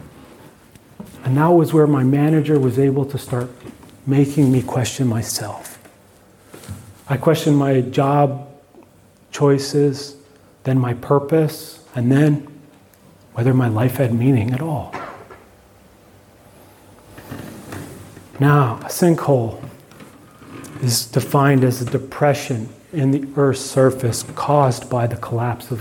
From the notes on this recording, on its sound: keynote from the MAINSTREAM conference in Melbourne, Australia